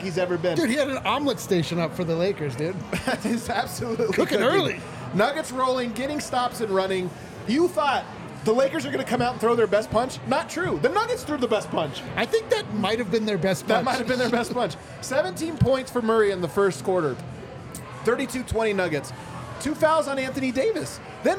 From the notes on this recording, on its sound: LIVE from the DNVR Bar